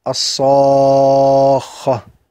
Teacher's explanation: أولا، الألف اللينة المادية، وهي تتبع ما قبلها تفخيما وترقيقا، نحو قوله تعالى: الصاخة. فالألف ها هنا مفخمة لأن الصاد حرف استعلاء مفخم